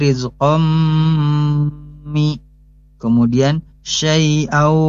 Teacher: perlu ditahan dulu Bu, perlu dititik tekankan, yaitu idgham bigunahnya